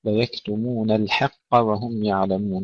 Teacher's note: ننتبه إلى ترقيق الحاء تفخيم القاف